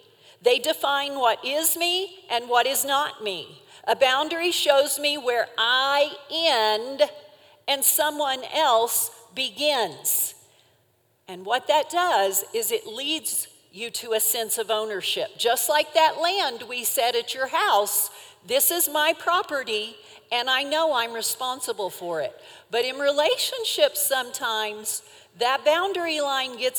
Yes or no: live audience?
yes